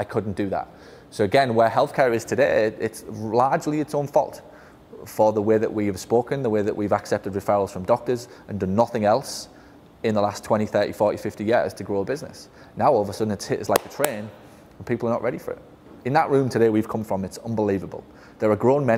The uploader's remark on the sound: a recording of a keynote I did for the incredible staff of “Fzyical Therapy Balance Centres” of Las Vegas